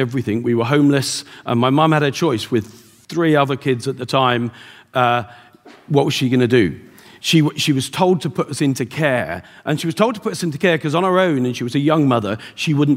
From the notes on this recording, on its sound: Live from The Wealth Summit in Dublin at The RDS